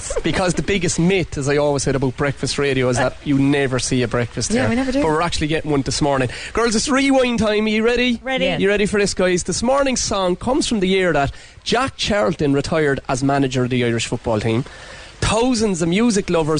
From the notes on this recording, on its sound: came live from the Garden at the Hibernian Hotel in Mallow